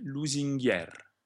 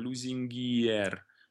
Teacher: The I in this case is considered a semi-consonant J glide. · Shown in: first take